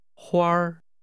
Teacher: This is pronounced with a high level tone.